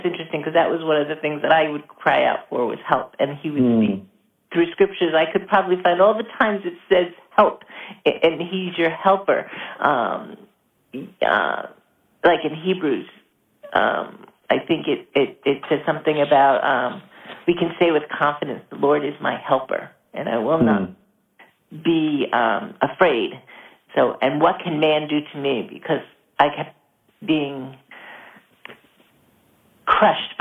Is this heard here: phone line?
yes